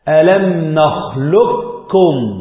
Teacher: شيل القاف كده واقرأ الكاف مشددة · Term: إدغام كامل